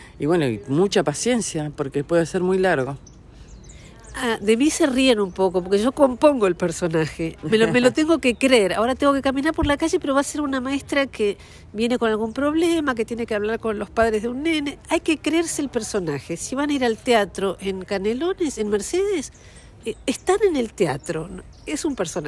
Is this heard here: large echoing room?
no